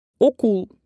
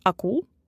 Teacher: если в слове О, то нужно произносить как О и не изменять на А · Shown in: first take